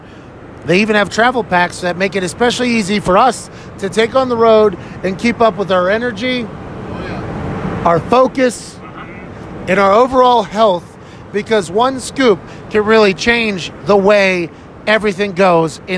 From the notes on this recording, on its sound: records bits and pieces 38,000 feet in the air on the plane on the way back from Raleigh, North Carolina